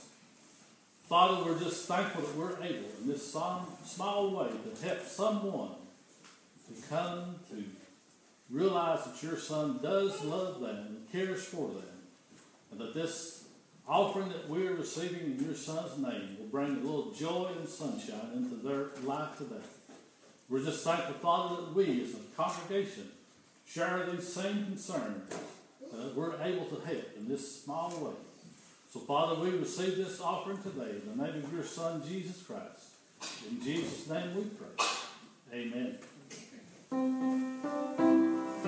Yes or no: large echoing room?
yes